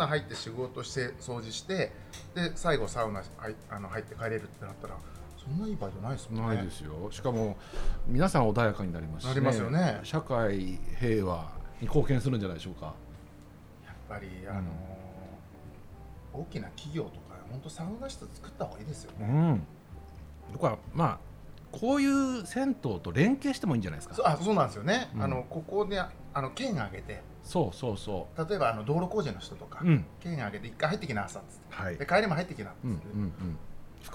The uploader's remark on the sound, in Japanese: 今回も先週に引き続き、十條湯に併設された喫茶深海での収録。